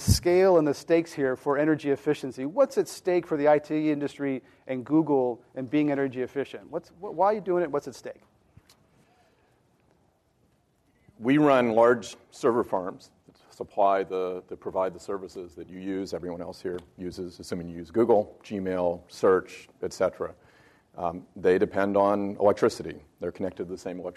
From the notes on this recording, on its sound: This program was recorded in front of a live audience at the Commonwealth Club of California, San Francisco on March 11th, 2011